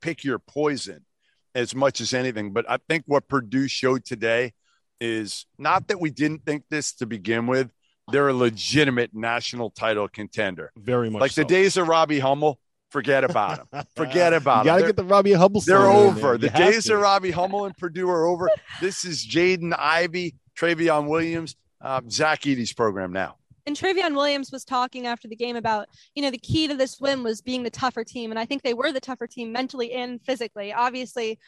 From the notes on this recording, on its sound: LIVE from the floor of the Mohegan Sun Arena